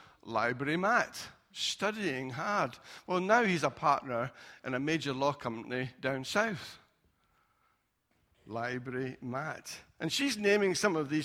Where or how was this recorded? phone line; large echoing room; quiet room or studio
large echoing room